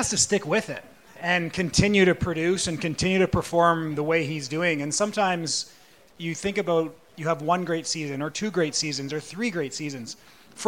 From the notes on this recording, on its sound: PuckTalks Live Panel. At the PuckTalks Live event on March 29.